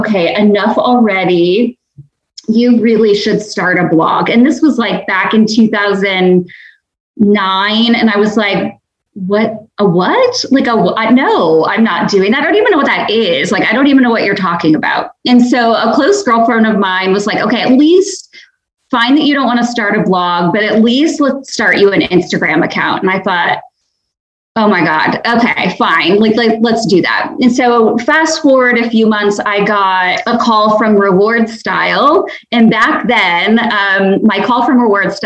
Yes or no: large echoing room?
no